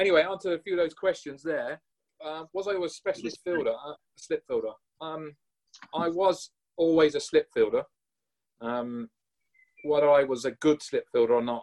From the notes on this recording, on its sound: in a webinar originally recorded in 2020